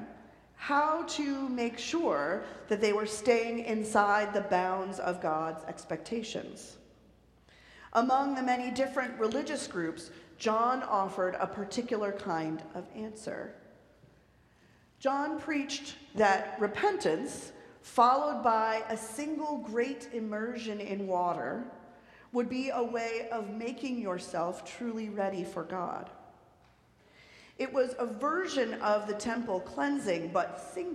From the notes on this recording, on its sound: recorded live at the 10:00am service on Sunday, January 7, 2024